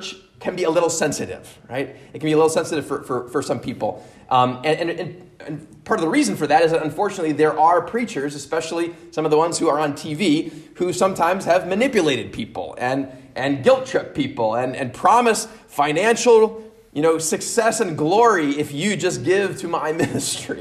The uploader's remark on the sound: At Immanuel Lutheran Church in Pasadena, CA.